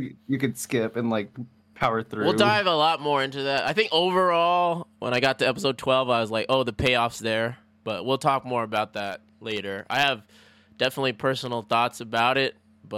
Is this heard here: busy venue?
no